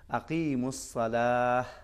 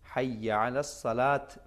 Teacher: سب سے پہلا کام یہ ہے کہ اس تا کو ہاں میں بدلنا ہے · Shown in: first take · صحیح، تا نہیں پڑھیں گے بلکہ ہاں میں بدل دیں گے، ہاں میں بدلنے کے بعد اس کو ساکن بھی کریں گے، جی اس کے بعد ساکن بھی کریں گے. · Term: ہا کا تلفظ